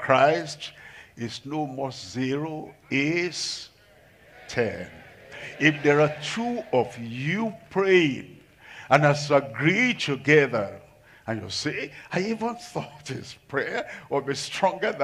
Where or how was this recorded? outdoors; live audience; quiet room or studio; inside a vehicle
live audience